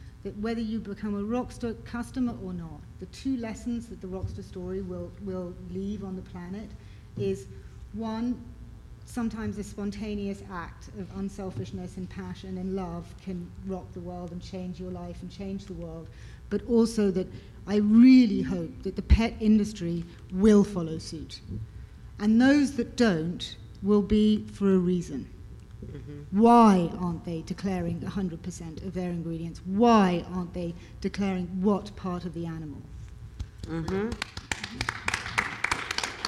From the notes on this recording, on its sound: BARK YOUR BIZ LIVE AT GLOBAL PET EXPO 2019.